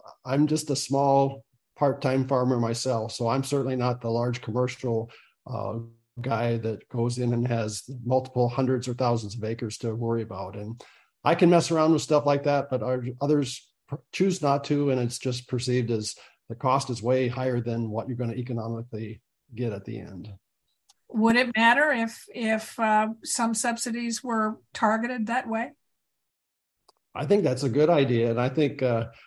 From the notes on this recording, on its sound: I invited those on our Zoom call session - a regular weekly feature of this column - to participate in an ‘open mic’ show, meaning we did not have a guest to interview. Our Monday Zoom participants are from across the state.